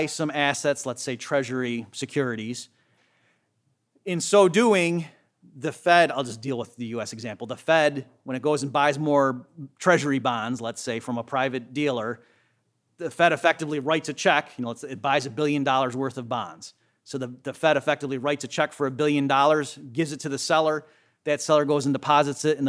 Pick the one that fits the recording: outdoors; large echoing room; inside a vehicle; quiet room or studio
large echoing room